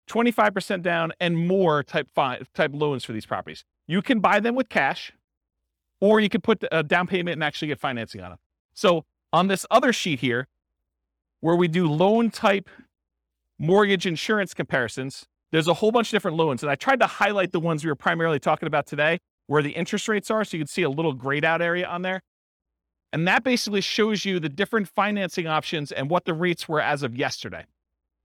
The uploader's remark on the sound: This was a live class recorded